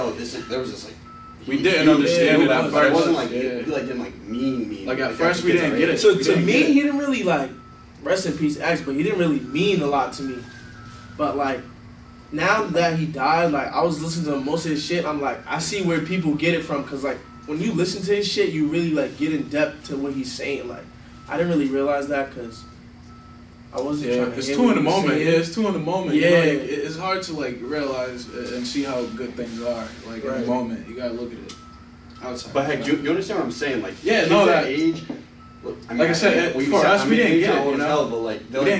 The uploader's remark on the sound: excuse the audio quality, we were working out some kinks with our interface